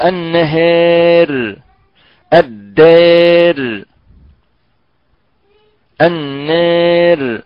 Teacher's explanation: هذه الراء ترقق وقفا وصلا، أي إذا وقفنا نقول النهار الدار النار.